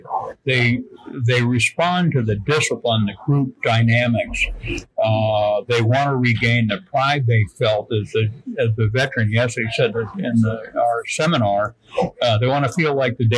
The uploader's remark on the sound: at NADCP's RISE22 conference in Nashville, TN.